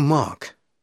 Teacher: You don't pronounce the R? No, not in my accent.